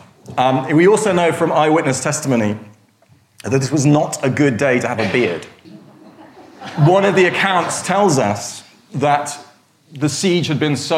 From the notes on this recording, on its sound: In a lecture from our 2013 History Weekend festival.